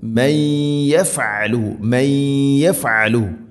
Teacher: മൻ യഫ്അലു സാകിന നൂന് ശേഷം യ ഇദ്ഗാം ബിഗുന്ന മൻ യഫ്അലു മൻ യഫ്അലു നൂനിനെ അവ്യക്തമാക്കി അഥവാ നൂനിനെ യാഇലേക്ക് ഇദ്ഗാം ചെയ്ത് കൂട്ടിലയിപ്പിച്ച് മണിച്ചുകൊണ്ട് ഉച്ചരിക്കണം